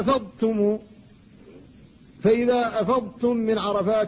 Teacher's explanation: فالضاد ساكنة قبل التاء فلا بد من إظهارها لئلا تدغم فيها، لأن كثيرا من الناس يقول أفضتم فيدغمها فيها.